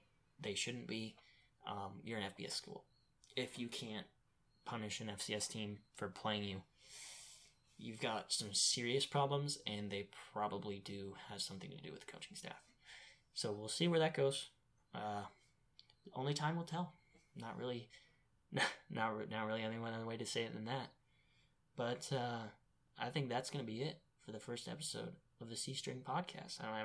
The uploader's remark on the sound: Audio is a bit quiet in this trailer episode.